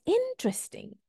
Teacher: The stress falls on the first syllable. · Term: first syllable stress